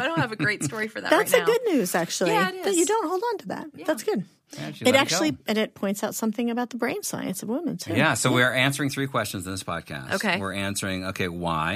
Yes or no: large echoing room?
no